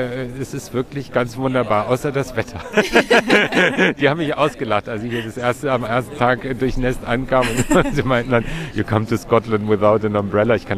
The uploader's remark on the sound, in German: Zwei Wochen lang haben sich knapp 200 Länder in Glasgow zur Klimakonferenz COP26 getroffen - und wir waren mitten drin. Wir haben sie als Gespräch vor Ort aufgenommen.